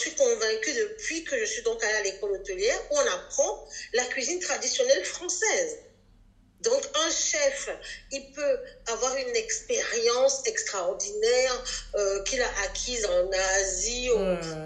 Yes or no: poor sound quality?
yes